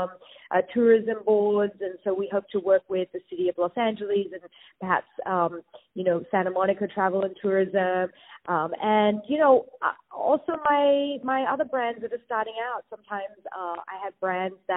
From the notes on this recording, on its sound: On the phone